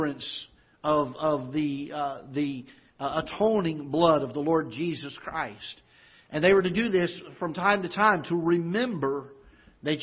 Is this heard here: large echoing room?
yes